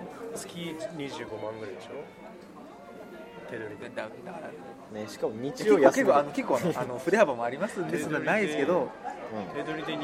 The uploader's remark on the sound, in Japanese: 今回も都内某所某ファミレスで収録しています。